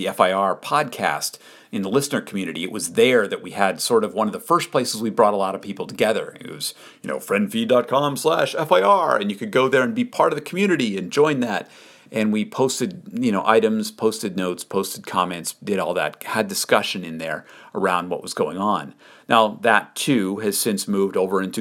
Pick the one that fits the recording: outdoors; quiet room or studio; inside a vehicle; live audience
quiet room or studio